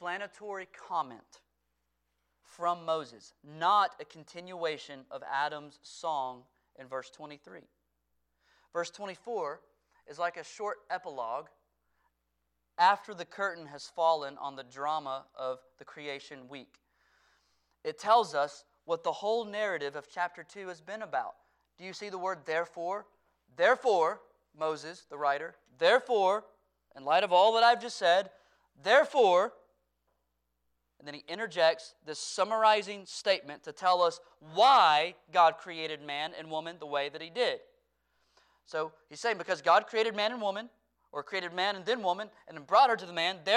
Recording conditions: large echoing room